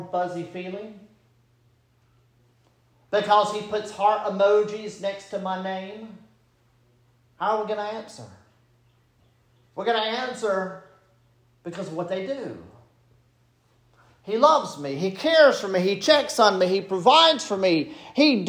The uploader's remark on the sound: This sermon was preached at Bethesda Presbyterian Church on April 16, 2023.